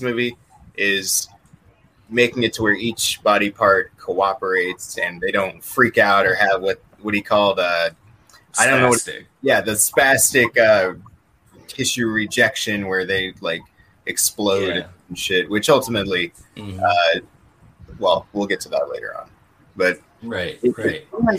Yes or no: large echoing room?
no